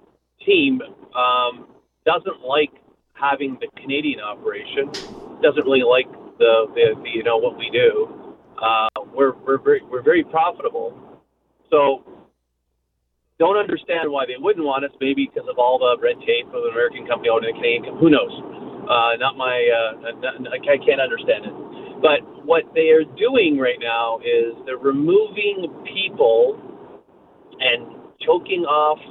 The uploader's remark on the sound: answers all of your questions in addition to your phone calls